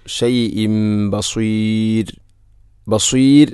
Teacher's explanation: അവിടെ ഷൈഇൻ എന്ന തൻവീന് ശേഷം ബ വന്നാൽ ഇഖ്ലാബ് എന്നതാണ്. തൻവീനിനെ മീമാക്കി മാറ്റുന്നു. ഷൈഇൻ ബസീർ എന്നത് മദ് ഇഅ്റാദുൽ സുക്കൂൻ, അതുപോലെ റായിനെ തർഖീഖാണ് ചെയ്യേണ്ടത്.